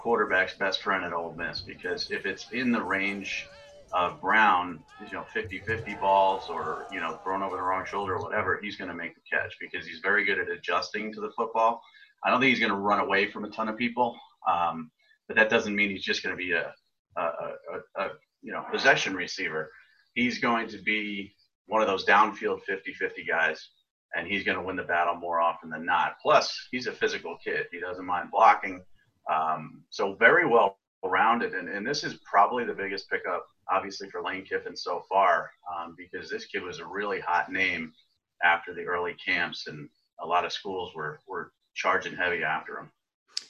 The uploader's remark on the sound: Zoom Audio